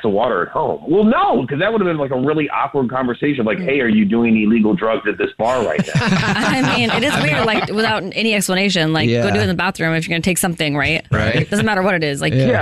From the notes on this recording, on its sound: We get that other person on the phone